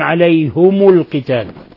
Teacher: قرأ أبو عمرو البصري بكسر الهاء والميم من قوله تعالى عليهم القتال، قرأها عليهم القتال بكسر الهاء والميم حالة الوصل عليهم القتال.